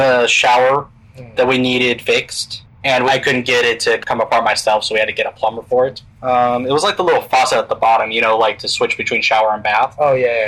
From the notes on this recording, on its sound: Sorry for the audio quality.